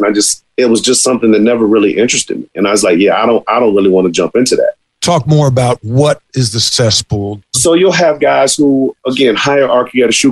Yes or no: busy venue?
no